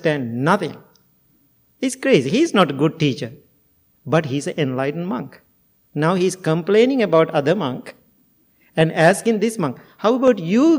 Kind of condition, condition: setting, large echoing room